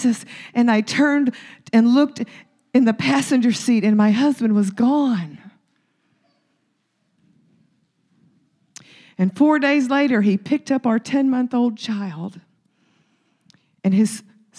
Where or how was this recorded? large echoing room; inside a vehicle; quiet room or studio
large echoing room